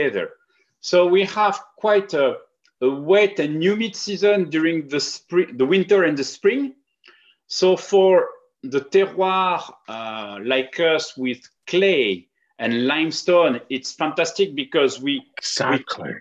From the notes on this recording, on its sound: over Zoom